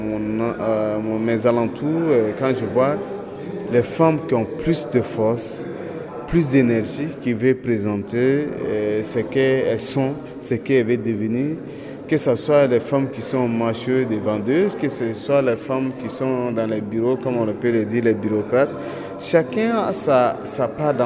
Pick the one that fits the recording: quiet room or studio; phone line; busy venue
busy venue